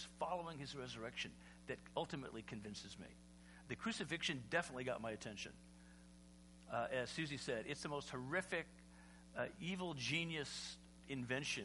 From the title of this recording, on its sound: Easter Sunday Service (sermon only)